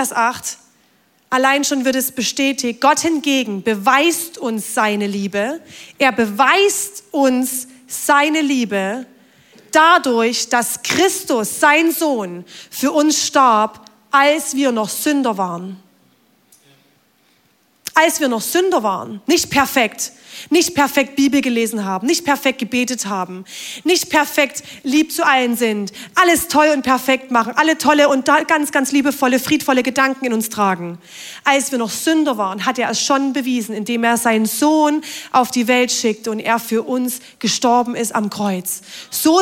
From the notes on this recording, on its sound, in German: Audiomitschnitt der Predigt